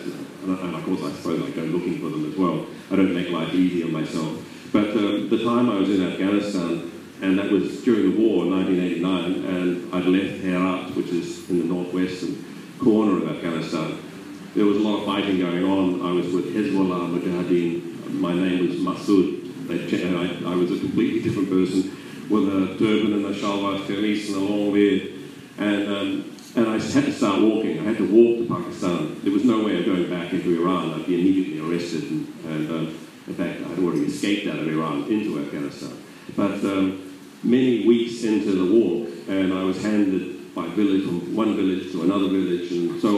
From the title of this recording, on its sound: Ubud Writers and Readers Festival 2016- Last Session